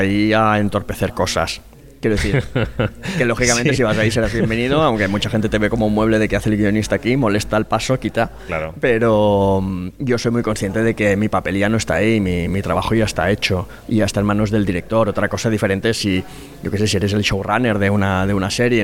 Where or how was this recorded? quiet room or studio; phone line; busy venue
busy venue